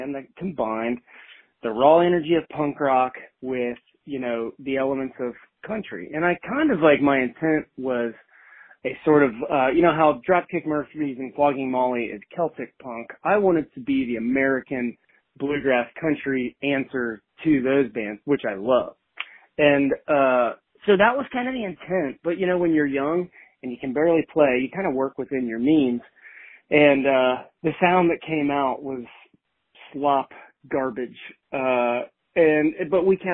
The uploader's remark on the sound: calls in to chat